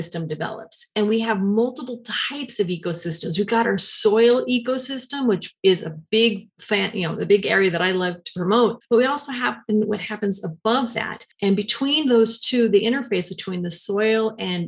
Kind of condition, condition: link, video call